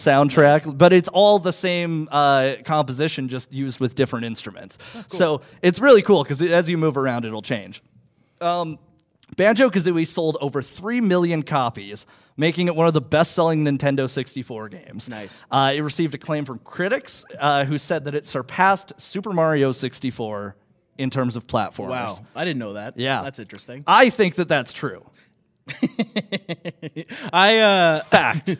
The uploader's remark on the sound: ITS MISFITS LIVE FROM THE CALGARY COMIC AND ENTERTAINMENT EXPO! This episode was recorded in front of a live studio audience.